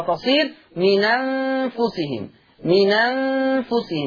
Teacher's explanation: هحرك النون بحركة الهمزة، فتصير نون مفتوحة، فتصير من أنفسهم، هكذا. · Term: النقل